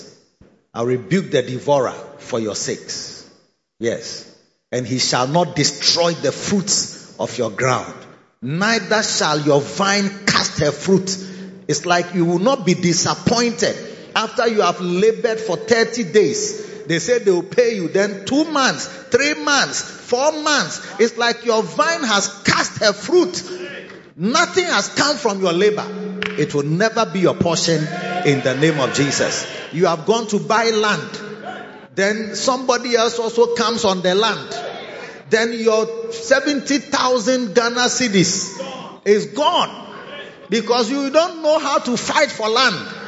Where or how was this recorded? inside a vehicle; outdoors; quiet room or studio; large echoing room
large echoing room